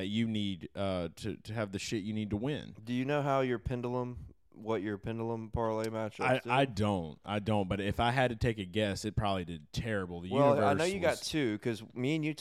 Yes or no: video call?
no